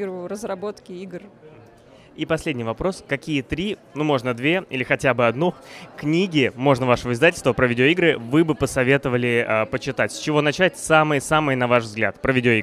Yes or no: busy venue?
yes